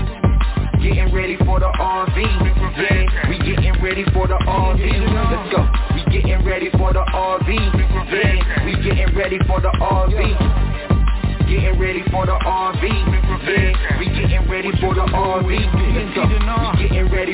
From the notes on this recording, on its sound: TNTSuperfantastic Conference Call